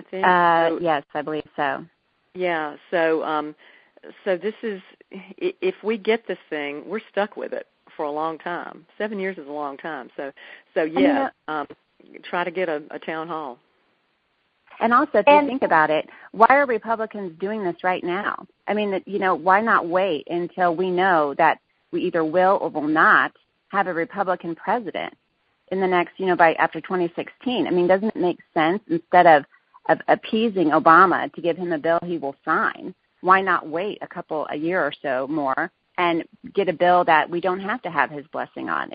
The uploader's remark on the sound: Women On the Wall Conference Call